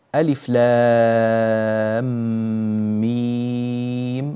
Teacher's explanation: عندنا مدان مد في لام ومد في ميم والمد هنا وهنا ست حركات إذن ينبغي العناية بالمد هنا بحيث يكون بمقدار ست حركات في · Term: مد لازم حرفي